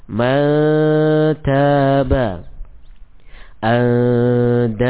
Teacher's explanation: Adapun tatkala nun sukun bertemu dengan huruf istifal, maka gunnah, ya, suara dengungnya dibaca dengan tipis, ya, seperti bertemu dengan ta. · Term: ikhfa